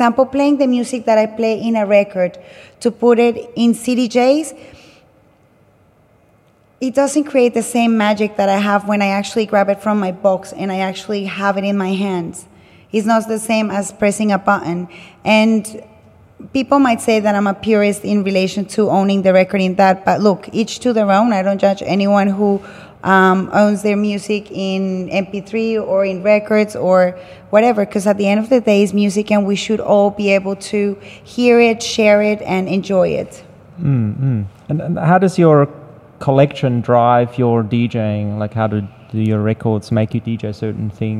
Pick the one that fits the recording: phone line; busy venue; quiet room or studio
busy venue